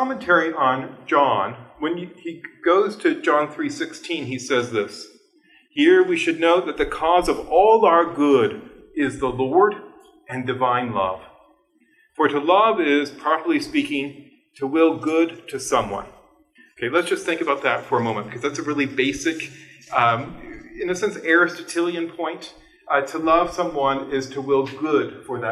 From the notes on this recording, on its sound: This lecture was given on March 8th, 2023, at West Virginia University.